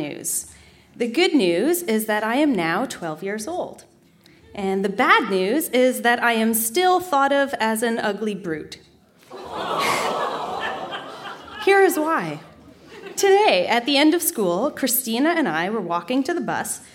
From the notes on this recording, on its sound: Recorded live at The Spice Factory in Hamilton.